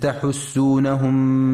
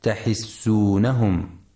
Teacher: ينتبه القارئ في كلمة تحسونهم لضم الحاء وعدم كسرها · Shown in: first take · فلا يقرأ تحسونهم.